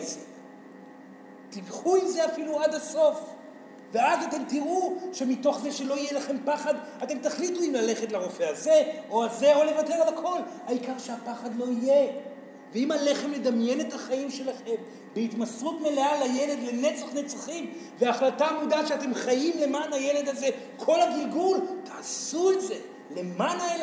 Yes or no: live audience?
yes